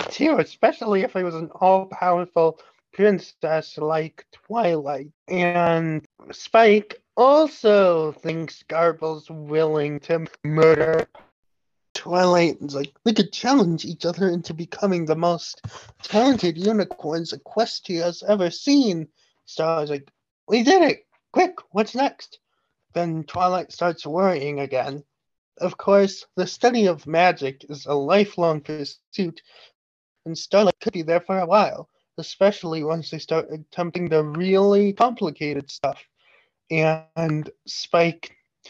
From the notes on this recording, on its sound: we apologize for some of the lag in the voices, we were recording this podcast virtually